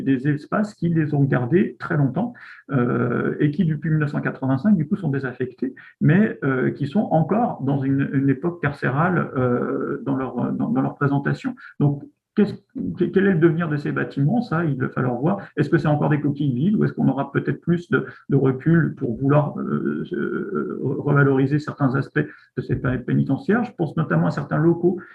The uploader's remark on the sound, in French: Discussion Enregistré sur Zoom